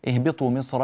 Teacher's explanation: مصرا لابد من تفخيم الراء ولا يجوز ترقيق الراء في هذه الحالة بسبب حرف الاستعلاء القوي الذي قبل الراء وهو الصاد الساكن، حرف مستعلي مطبق كبير، فلا بد من العناية بهذا.